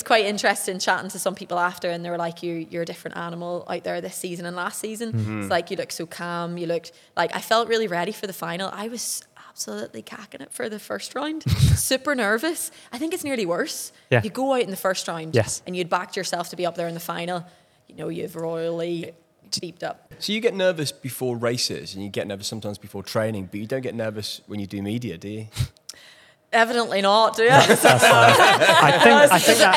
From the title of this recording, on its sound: LIVE From The World Athletics Championships In Budapest